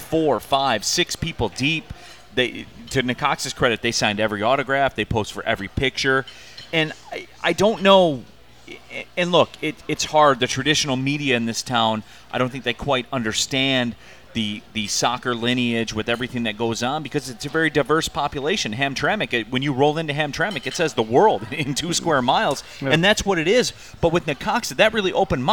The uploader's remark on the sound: live from Motor City Casino Hotel